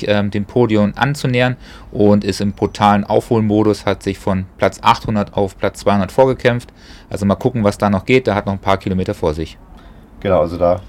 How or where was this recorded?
busy venue